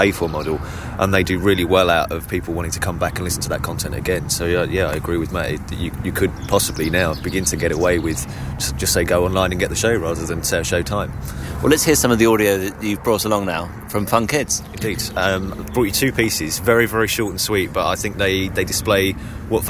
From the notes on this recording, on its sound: we recorded early on Friday morning in a stiff breeze in Regents Park, London